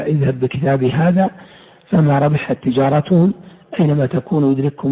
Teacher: التاء في الكلمة التالية، والكاف أضغمت في أختها في نفس الكلمة، فأصبحت الباء والتاء والكاف حرفا واحدا مشددا، فهذا الإدغام يسمى بالمتماثلين لأن الحرفين اتفقا واتحدا في المخرج · Term: مثلين صغير